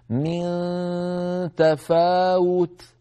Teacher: اللسان يقترب جدا من مخرج التاء ولا يلامس من تاء، فإذا انتهى زمن الغنة نقرع بطرف اللسان مخرج التاء هكذا من تفاوت.